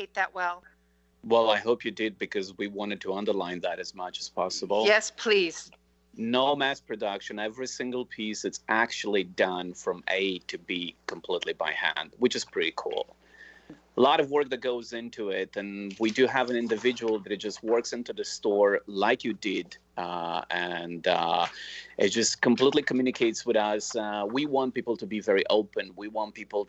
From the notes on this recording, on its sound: Call In From Florence, Italy!